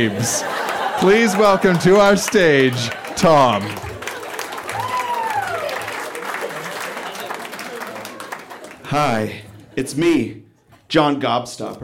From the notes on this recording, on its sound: Recorded live at The Club in Banff, Alberta.